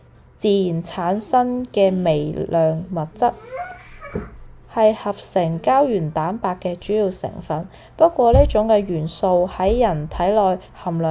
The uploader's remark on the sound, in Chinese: 這一集比較多背景聲，因為在旅行途中房間錄製，小朋友都在旁邊，比較多環境音，非常抱歉。